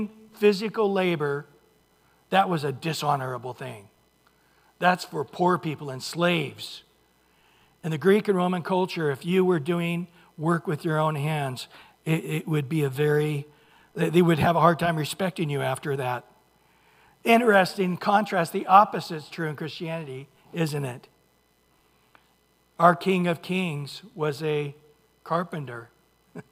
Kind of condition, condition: setting, large echoing room